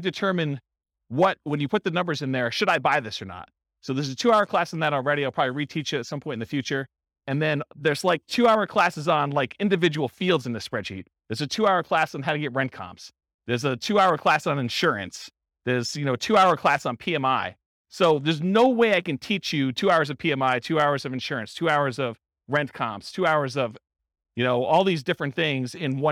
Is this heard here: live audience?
yes